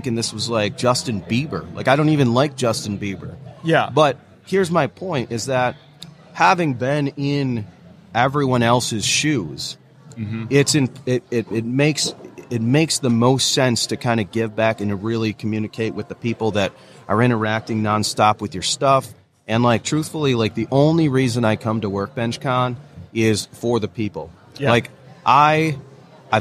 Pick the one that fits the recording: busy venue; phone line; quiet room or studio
busy venue